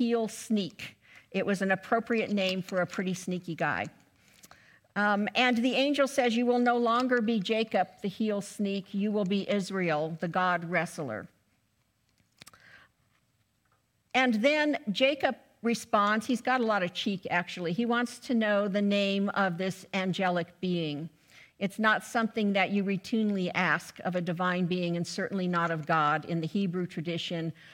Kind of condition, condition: setting, large echoing room